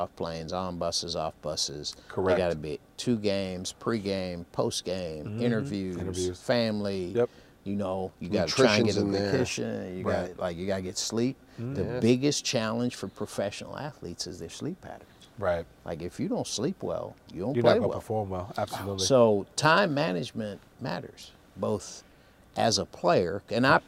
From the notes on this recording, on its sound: LIVE FROM THE COLOSSEUM. We're live from The Nassau Colosseum home to the Long Island Nets.